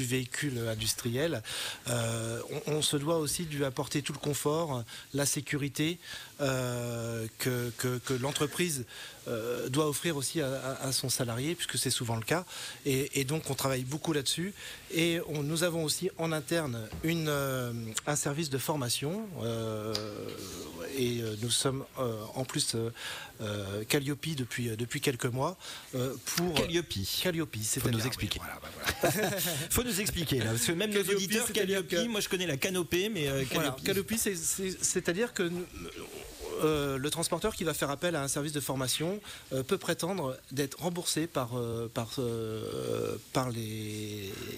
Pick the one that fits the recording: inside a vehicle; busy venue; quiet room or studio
busy venue